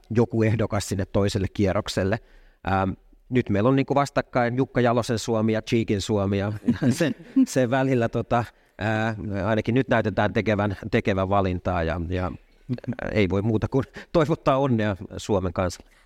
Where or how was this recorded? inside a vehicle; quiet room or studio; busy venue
busy venue